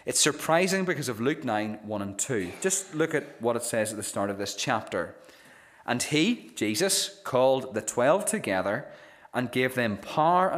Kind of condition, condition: setting, large echoing room